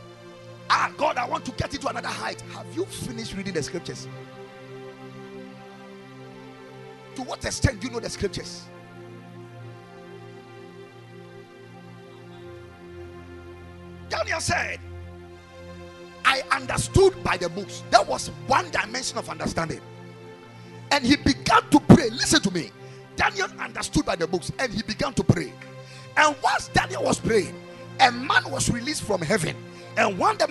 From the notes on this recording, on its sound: Preached at Ekklesia Chapel